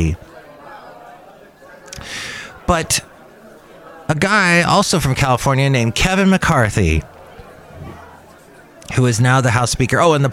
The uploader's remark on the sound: podcasts live from Cafe Anyway